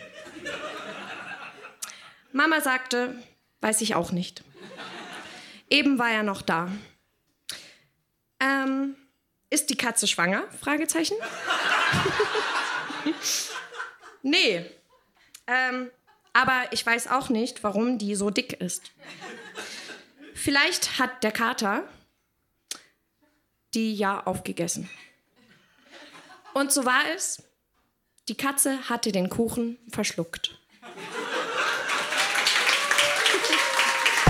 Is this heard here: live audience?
yes